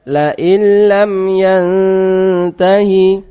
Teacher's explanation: cara bacanya dimasukkan tanpa dengung · Term: idgham bila ghunnah